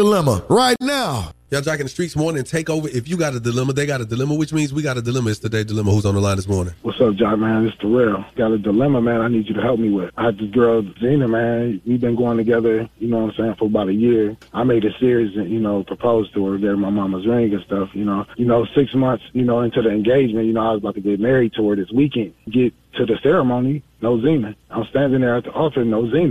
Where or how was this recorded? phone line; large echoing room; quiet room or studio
phone line